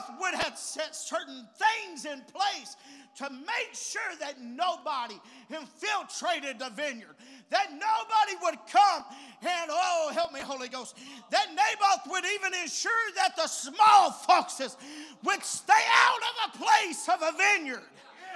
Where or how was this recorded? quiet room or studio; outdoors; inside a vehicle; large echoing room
large echoing room